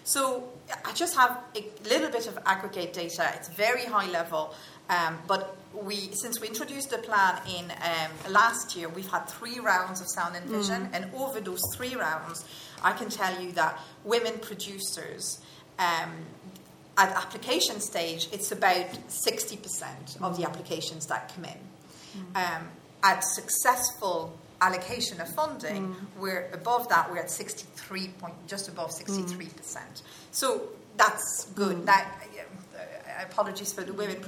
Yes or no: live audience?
yes